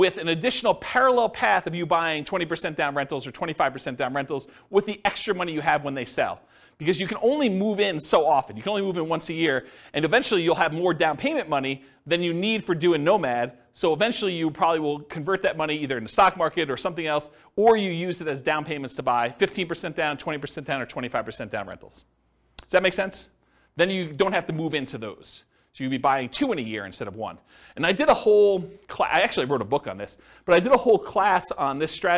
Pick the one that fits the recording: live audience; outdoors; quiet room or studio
live audience